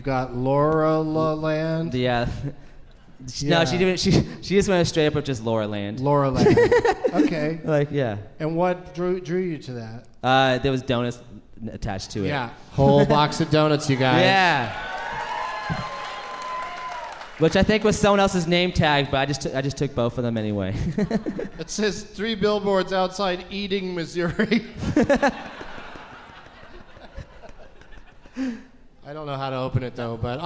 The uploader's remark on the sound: Live from the Variety Playhouse in Atlanta